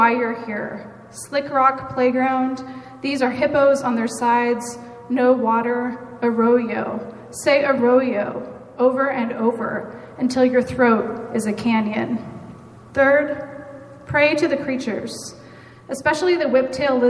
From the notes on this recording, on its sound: … Release Party: Live from the McKnight Center At WSU